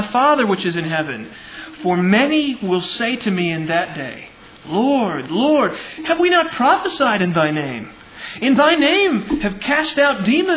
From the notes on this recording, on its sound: Originally delivered on 11 July 1999 at Sovereign Grace Baptist Church in Van Alstyne, TX.